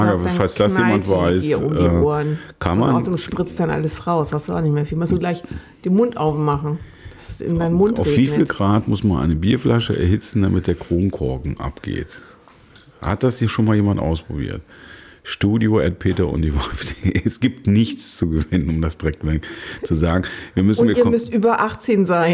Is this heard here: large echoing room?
no